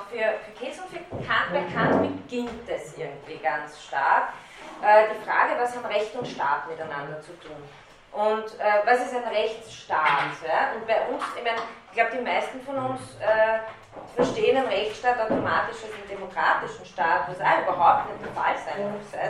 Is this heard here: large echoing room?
yes